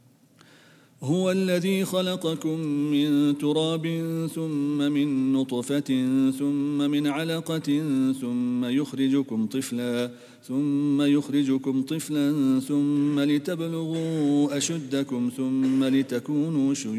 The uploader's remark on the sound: at the Houghton Masjid (West Street)